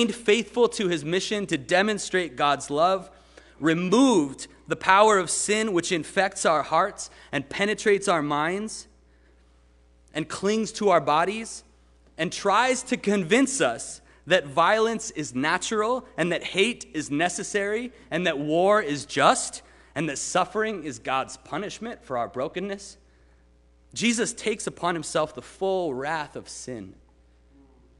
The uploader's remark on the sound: Sermon preached at RCHP on March 20, 2022.